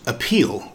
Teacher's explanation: Pronounced appeal with the stress on the second syllable.